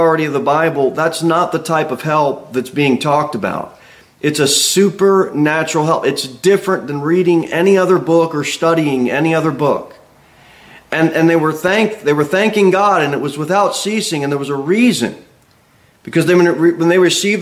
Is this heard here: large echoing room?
yes